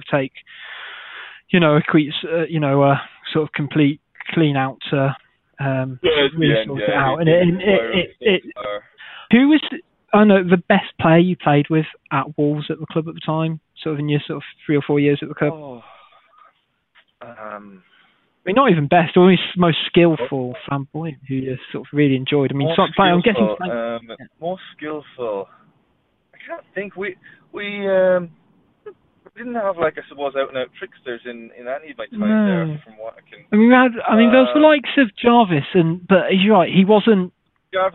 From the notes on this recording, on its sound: over the phone on his way to training